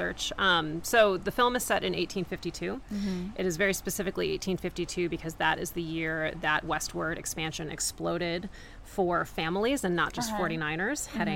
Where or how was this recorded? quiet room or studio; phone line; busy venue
busy venue